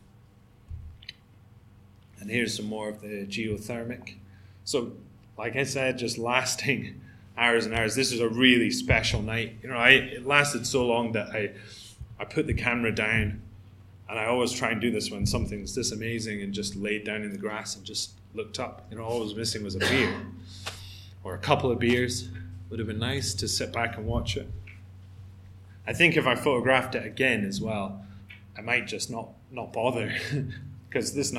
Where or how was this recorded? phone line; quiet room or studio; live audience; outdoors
live audience